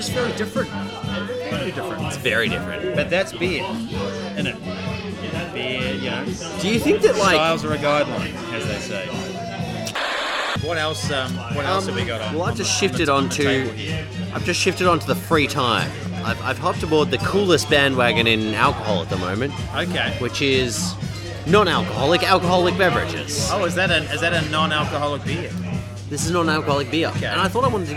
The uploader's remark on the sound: Coming to you live from the Bridge Road cardboard pop-up bar in Brunswick